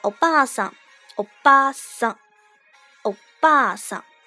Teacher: 这个巴是阿段的音，而它的长音呢，就是把母音阿拖长